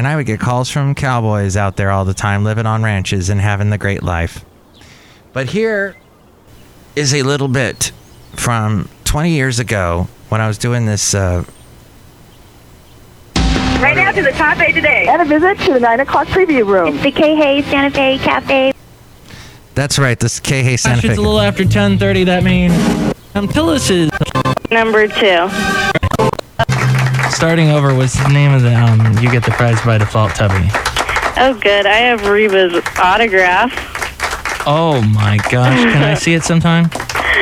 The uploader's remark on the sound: podcasts live from Cafe Anyway